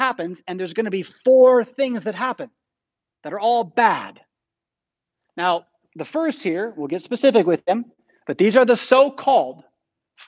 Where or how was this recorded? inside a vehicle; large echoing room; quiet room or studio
large echoing room